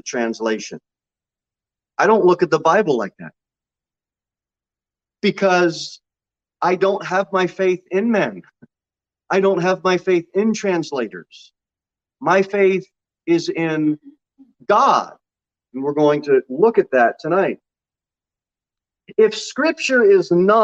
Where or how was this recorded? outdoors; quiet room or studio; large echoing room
large echoing room